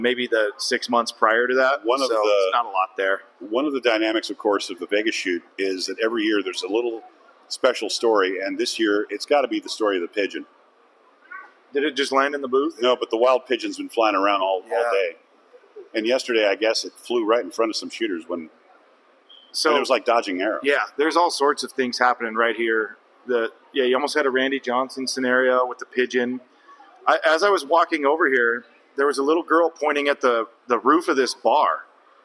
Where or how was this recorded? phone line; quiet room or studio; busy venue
busy venue